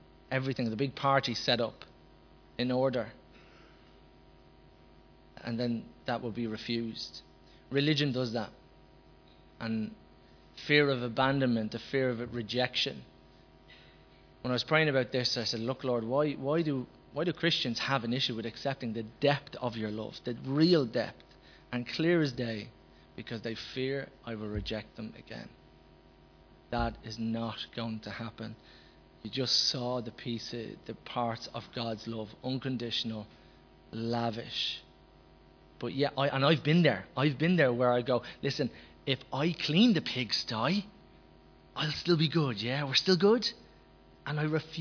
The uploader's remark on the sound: Recorded live at Liberty Church on 22nd December 2019